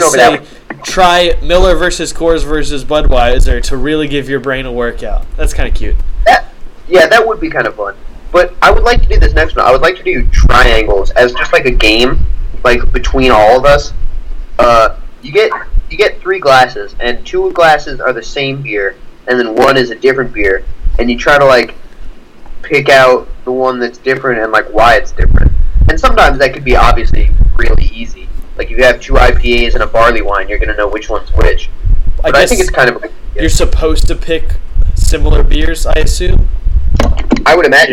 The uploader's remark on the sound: we recorded in a windstorm apparently.